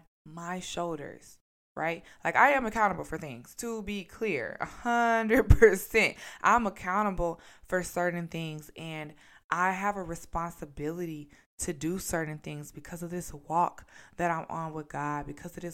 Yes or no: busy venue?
no